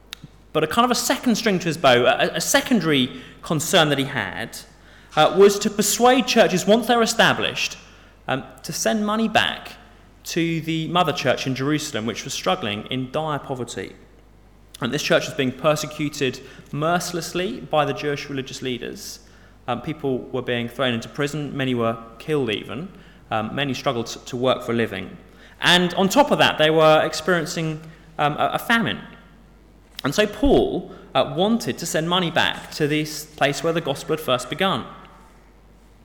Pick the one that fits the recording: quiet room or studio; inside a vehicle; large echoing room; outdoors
large echoing room